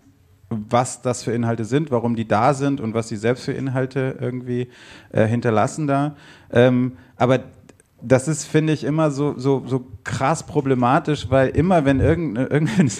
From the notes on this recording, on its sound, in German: Dieser Podcast wurde im Rahmen der Podcastbrause live im afterwork in Nürnberg aufgezeichnet. Hier werden an einem Abend drei Podcasts live und vor Publikum aufgezeichnet.